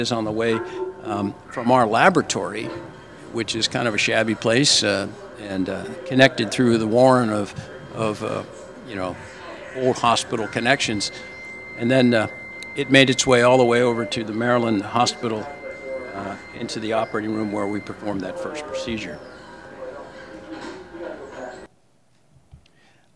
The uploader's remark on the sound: Lecture at ACS Clinical Congress 2023